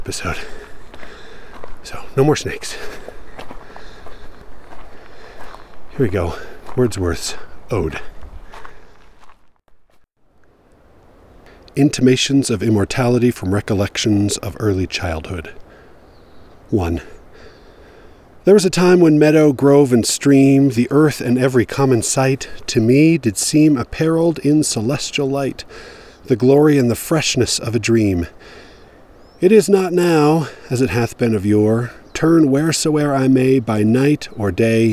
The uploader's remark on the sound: I recorded this at various stops on a hike up along the Deer Creek - Dry Creek trail in the Lone Peak Wilderness. Until I reached the water flowing under a snow field and didn't want to risk a crossing.